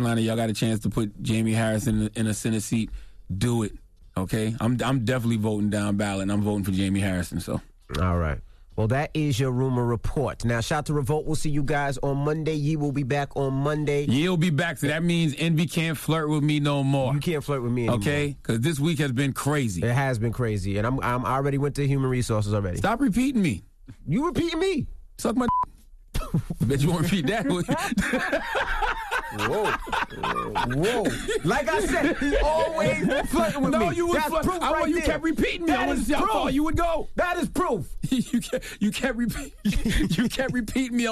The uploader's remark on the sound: Well we opened up the phone lines to see what our listeners thought.